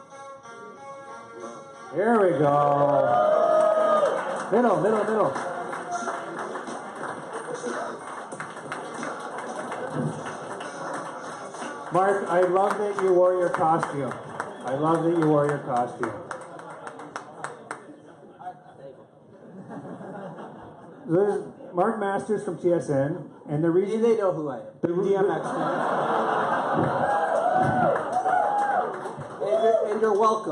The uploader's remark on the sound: Live At The Rivoli. Host the pod in front of a live audience at the Rivoli in downtown Toronto.